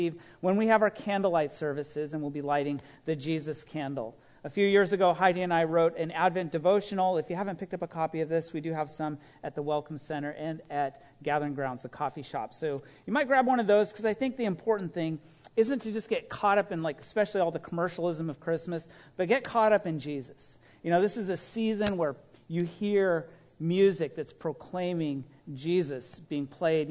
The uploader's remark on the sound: This message was recorded at a Sunday service on November 28, 2021